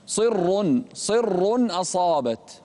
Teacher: فخم الراء والألف بعد الصاد